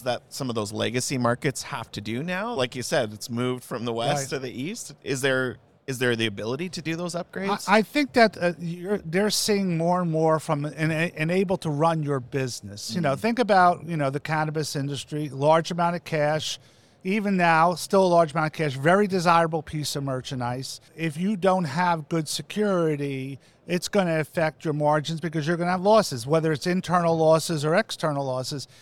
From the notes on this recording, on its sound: Live from MjBizCon 2022!